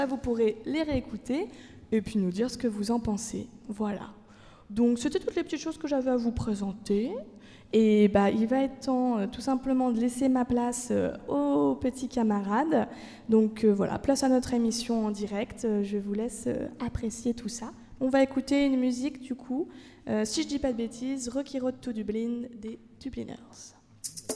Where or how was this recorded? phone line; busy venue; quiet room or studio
busy venue